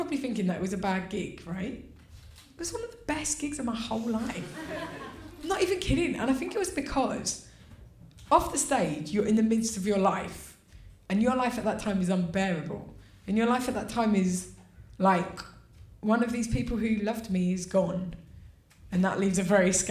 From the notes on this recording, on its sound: This episode was recorded at the Dogstar in Brixton on 4th July